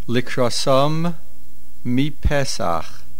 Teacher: Likrasam ends with a mem, Mi Pesach begins with a mem. Make sure we hear both of them.